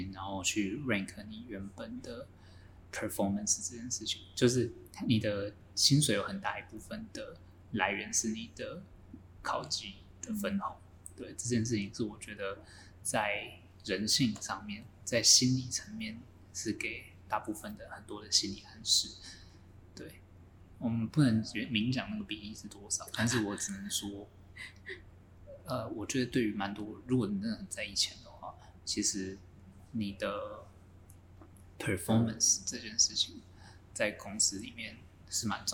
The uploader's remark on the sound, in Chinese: 四人會談要找場地真麻煩，希望有錢後可以大幅升級收音設備及場地。